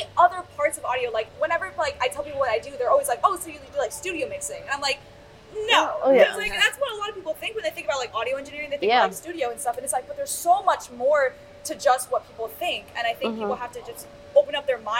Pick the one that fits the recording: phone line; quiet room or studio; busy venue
busy venue